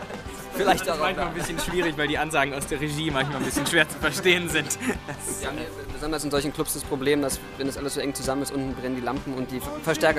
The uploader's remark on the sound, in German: Interview und Konzertmitschnitt beim Showcase am 24.